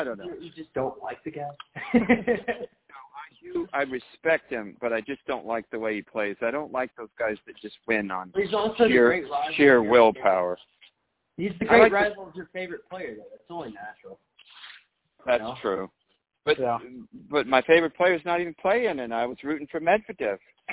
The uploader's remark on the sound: Phone Chats